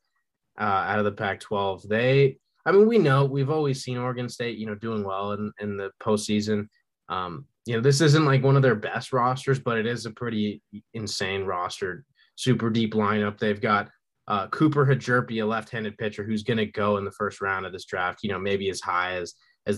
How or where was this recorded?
video call